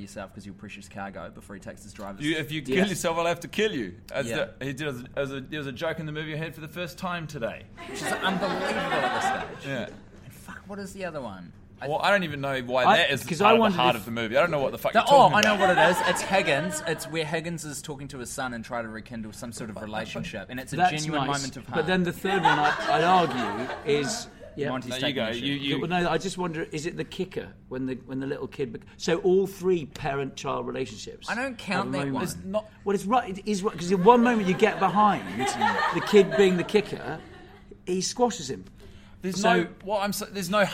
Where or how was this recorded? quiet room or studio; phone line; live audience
live audience